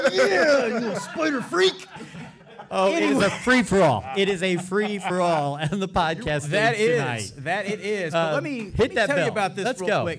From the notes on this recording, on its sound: Today's episode was recorded live, & on the scene at Day 1 of ICCC in Nashville, TN. You'll hear clips from my booth, and from my appearances live on the ECPCTV Media Stage.